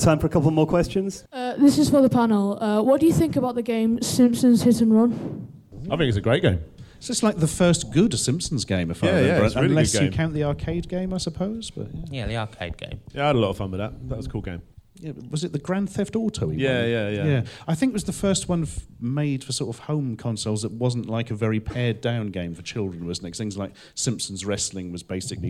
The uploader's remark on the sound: Retro Gaming Youtubers Panel from PLAY Expo Blackpool.